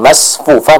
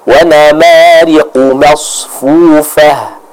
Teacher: Bukan masfufah, bukan dengan sin, tapi dengan shad yang dibaca dengan tebal · Shown in: second take